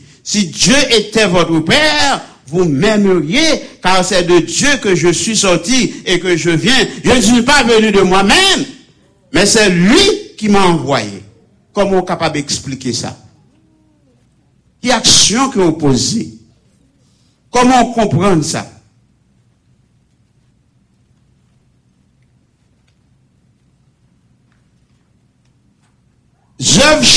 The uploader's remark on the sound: Sunday Service Live